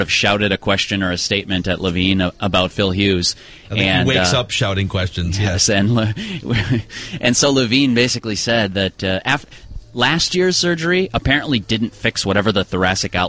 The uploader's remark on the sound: live from Twins spring training in Fort Myers